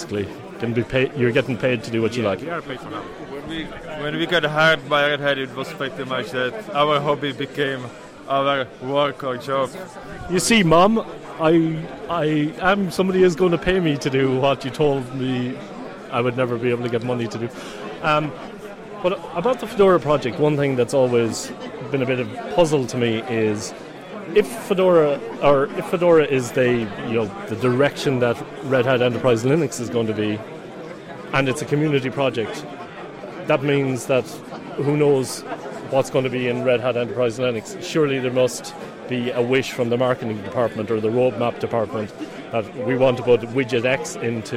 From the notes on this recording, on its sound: The following are a series of interviews recorded at FOSDEM 2014. FOSDEM is a free event that offers open source communities a place to meet, share ideas and collaborate.